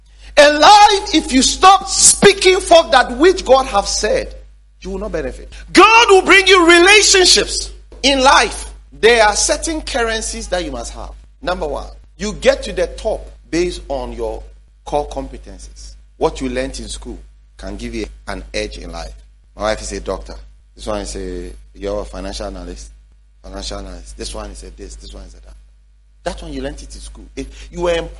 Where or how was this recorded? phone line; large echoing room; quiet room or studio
large echoing room